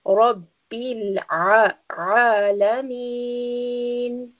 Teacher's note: Here again we have the letter ayn, and ayn is from the throat. So we will have a slight strangulation of the letter.